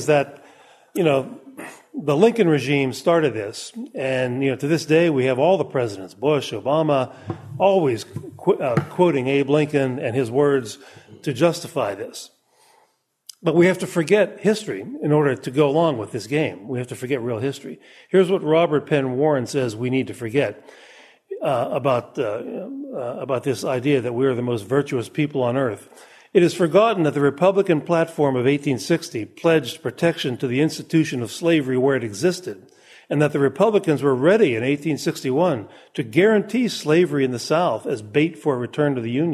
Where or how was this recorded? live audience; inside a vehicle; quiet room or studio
live audience